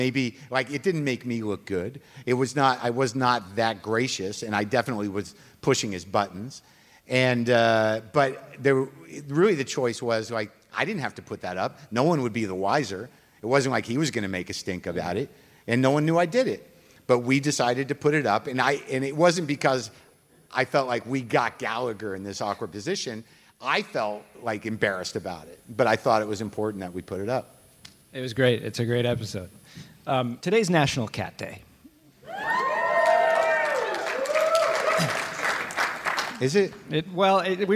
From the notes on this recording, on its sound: Live from the Now Hear This Festival